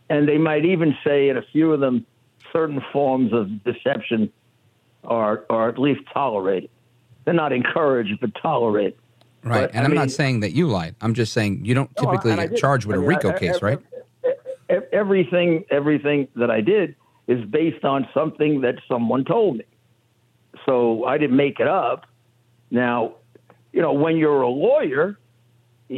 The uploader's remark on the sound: we take your phone calls in open phones across America